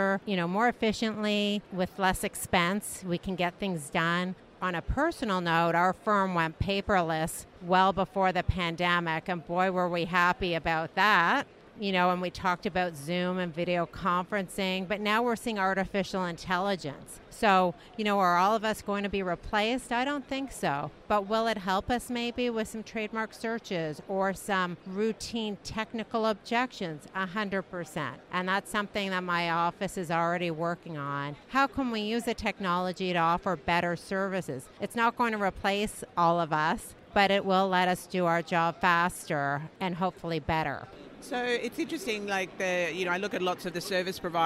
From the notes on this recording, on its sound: We took the podcast on the road to the INTA Annual Meeting in Singapore. We hosted our podcast studio at the Billtrader Expo Booth.